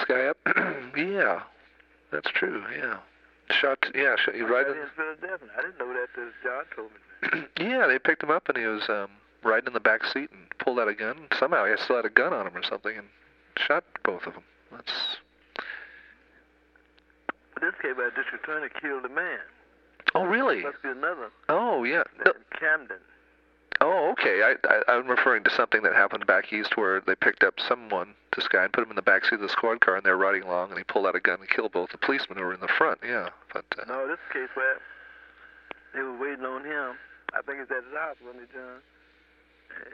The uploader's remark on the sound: Phone call. The house in Philadelphia.